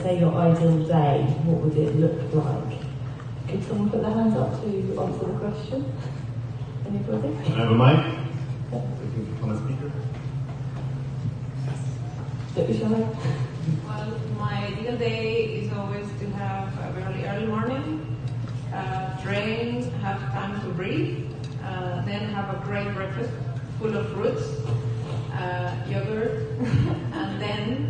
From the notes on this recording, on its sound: Productivity Panel for Lifestyle Design at FreedomXFest 2018. It is a festival where 400 location independent entrepreneurs hang out in the Pyrenees mountains of Spain for a week. We recorded the productivity panel and decided to make it into a podcast. The volume is a little low, it was raining really hard outside at the time.